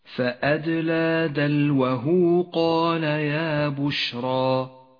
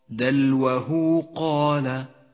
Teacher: مد الصلة الصغرى في قوله تعالى فأدلى دلوه قال يا بشرى. دلوه قال هاء الضمير وقبلها حرف متحرك وبعدها حرف غير الهمزة، يمد مد الصلة الصغرى حركتين